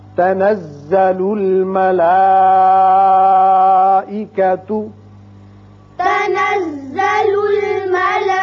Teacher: مد متصل ہے، پانچ حرکات کھینچنا ہے۔